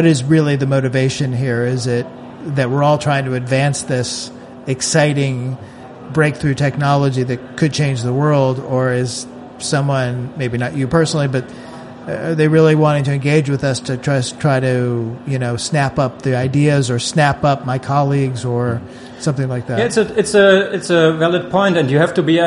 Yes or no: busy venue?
yes